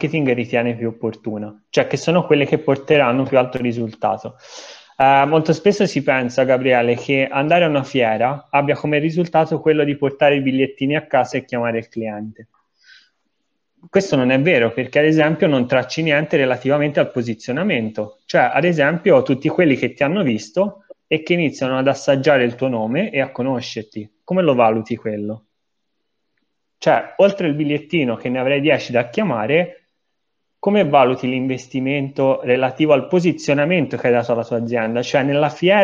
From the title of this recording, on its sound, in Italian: audio pillole webinar